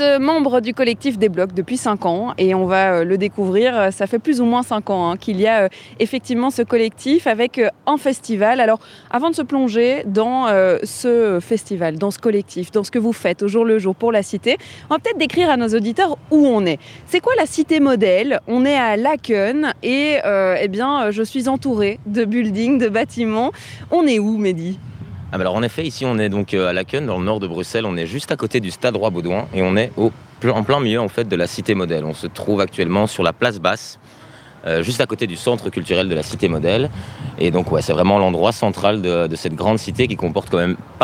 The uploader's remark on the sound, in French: Vous embarque au Festival Des Blocs ce mercredi. Il se déroule à la Cité Modèle à Laeken, non loin du Stade Roi Baudouin.